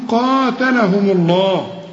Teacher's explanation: القاف في نهايتها ألف اهي صغيرة اهي عشان تقول قاتلهم الله وطبعا مدام الميم مضمومة يبقى لفظ الجلالة مفخم